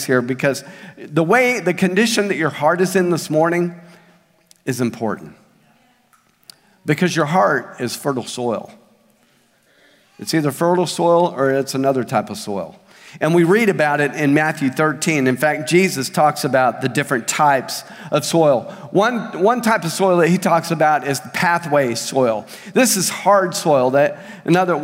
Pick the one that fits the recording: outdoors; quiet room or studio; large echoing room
large echoing room